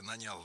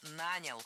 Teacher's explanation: Ударение в этом слове падает на первый слог во всех формах прошедшего времени, кроме женского рода. · Shown in: second take